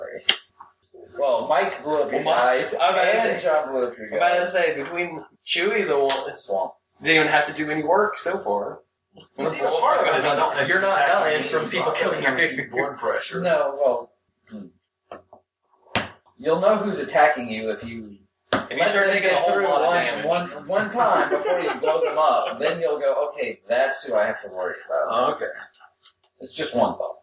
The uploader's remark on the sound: Live from Our Secret Undersea Base. The dorks dredge up an old live episode we had in the can. The sound is a little off.